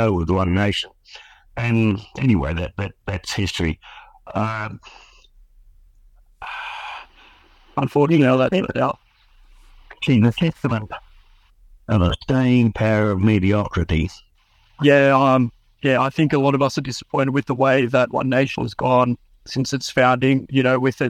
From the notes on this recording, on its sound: Please excuse the poor audio quality in some parts, this interview had to be recorded entirely over the phone and enhanced in retrospect.